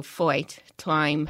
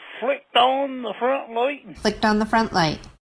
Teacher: the long I, as in time or kite or fight, which comes out sounding like something like oi, so foit, time.